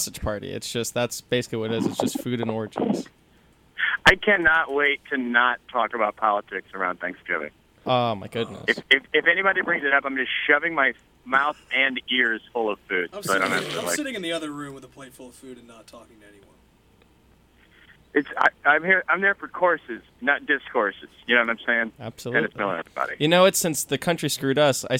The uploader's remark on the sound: phones in another riveting interview